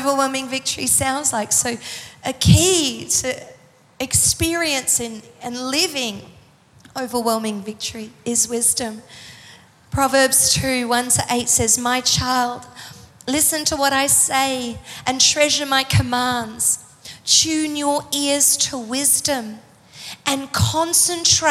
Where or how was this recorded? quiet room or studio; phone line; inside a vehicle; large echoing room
large echoing room